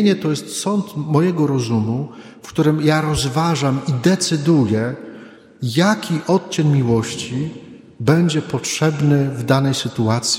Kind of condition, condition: setting, large echoing room